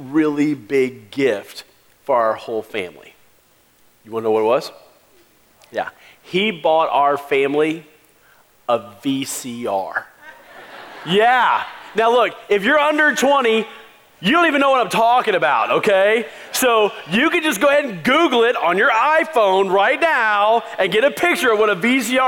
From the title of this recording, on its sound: Christmas Eve Service 2016